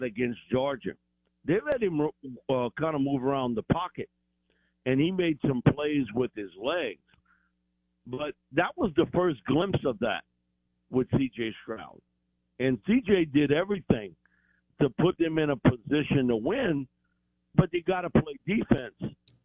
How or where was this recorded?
phone line